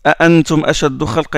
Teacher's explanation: Il les prononce toutes les deux, les hamza. Les autres, non. · Term: tahqiq